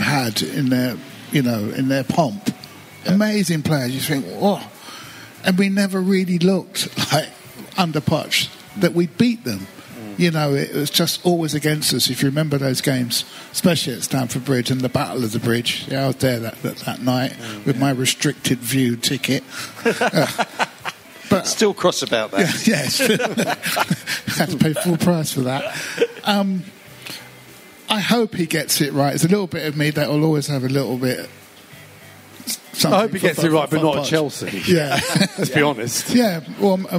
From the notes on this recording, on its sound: at the Xmas Live Show